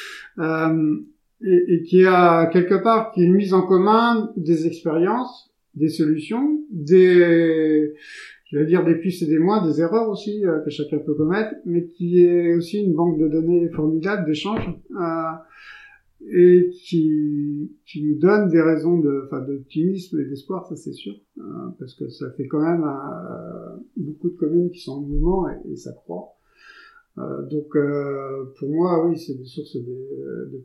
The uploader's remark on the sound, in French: j'ai rencontré un souci technique durant l'enregistrement de l'épisode d'où la qualité sonore médiocre